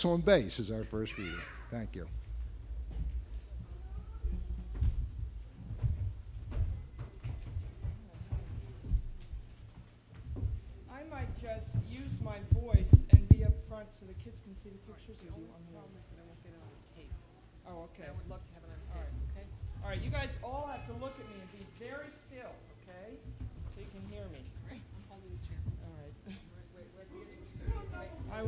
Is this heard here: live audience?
yes